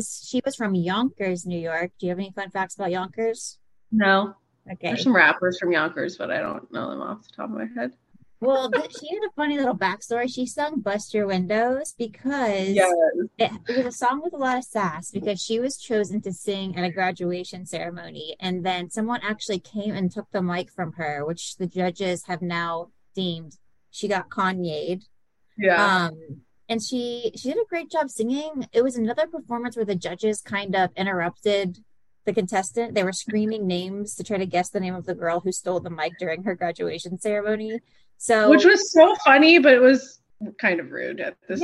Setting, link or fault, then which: link, video call